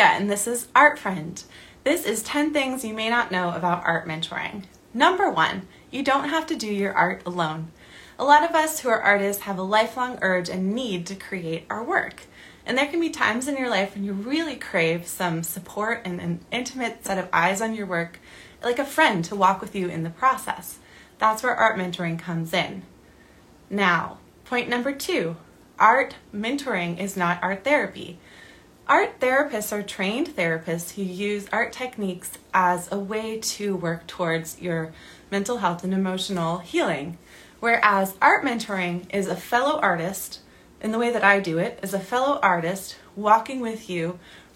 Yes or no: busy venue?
no